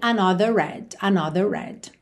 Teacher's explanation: a gente teve um R enrolado porque a gente teria de qualquer forma em red, né? Se o R está no começo da palavra, não tenho como alongar a vogal anterior, não tem vogal anterior, right?